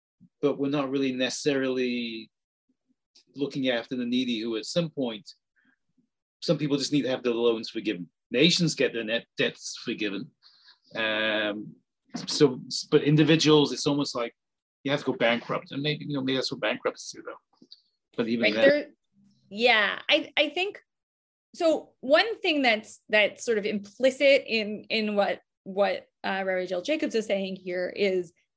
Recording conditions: video call